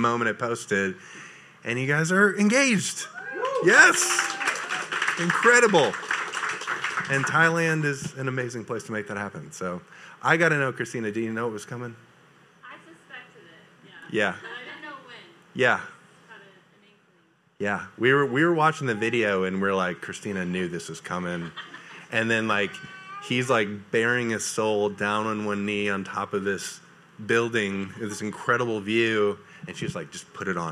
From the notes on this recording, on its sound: A recording from Vision Night 2023.